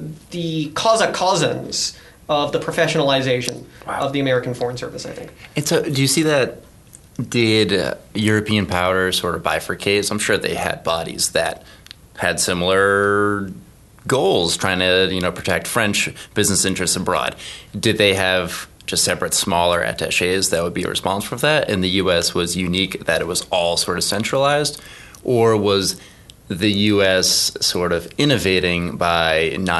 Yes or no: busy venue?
no